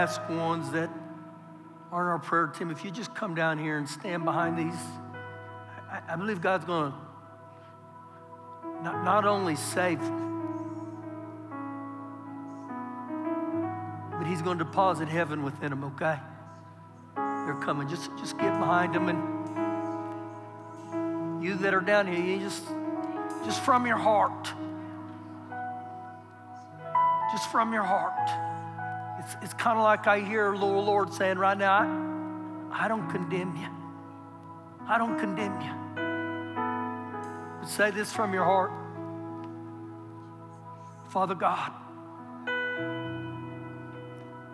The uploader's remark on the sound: Recorded live during our Sunday morning service